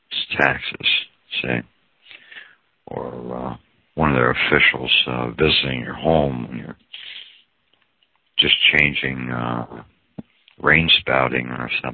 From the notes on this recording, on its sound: Audio call from around 2014